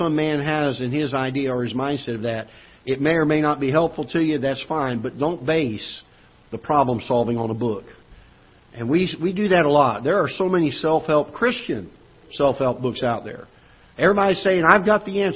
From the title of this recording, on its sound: Ketha Heights Baptist Church ~ Live Broadcast